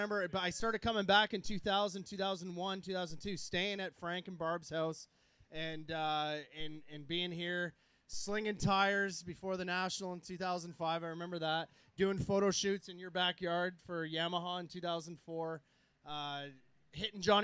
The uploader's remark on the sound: Live From Gopher Dunes. Go live (live to tape, anyways) from the GDR rig.